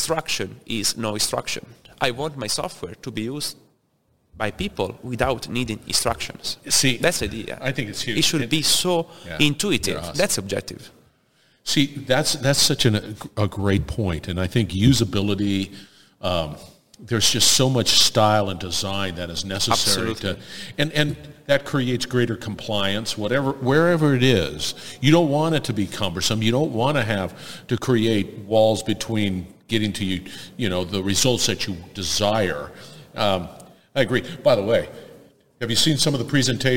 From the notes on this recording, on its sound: Industrial Talk is onsite at Hexagon LIVE